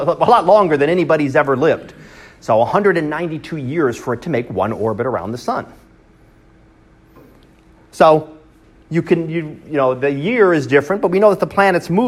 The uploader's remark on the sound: Live Class Lecture